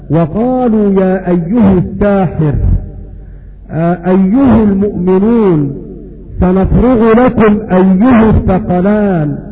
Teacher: وفي الهاء على الإتباع ضم ابن عامر لدى الوصل والمرسوم فيهن أخيلا. والمعنى أن ابن عامر يقرأ بضم الهاء تبعا لضمة الياء